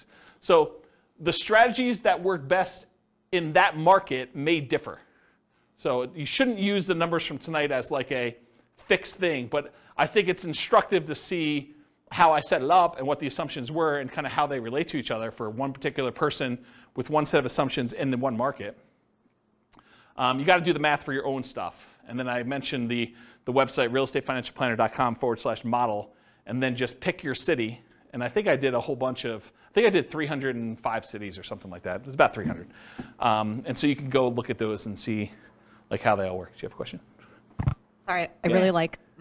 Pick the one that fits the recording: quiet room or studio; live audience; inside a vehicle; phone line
live audience